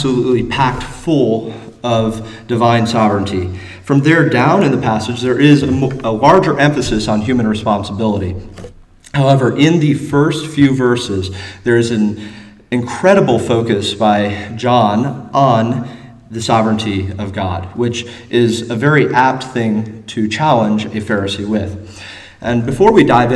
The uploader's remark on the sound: Though originally taught in Koinonia, the same address was delivered in sermon form to the congregation at Landmark.